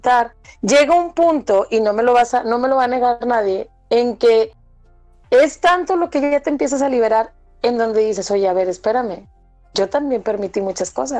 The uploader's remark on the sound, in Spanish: se grabarán vía remota guardando la debida cuarentena ante la pandemia mundial del coronavirus covid19, por lo que ofrecemos una disculpa por las distintas calidades de audio